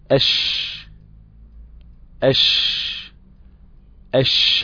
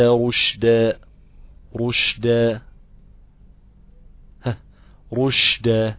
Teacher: انتشار خروج الريح عند النطق بحرف الشين سواء كان ساكنا او متحركا. وسميت الشين متفشية لانتشار الريح في الفم عند النطق بها حيث تصل بمخرج الظاء. · Term: صفة التفشي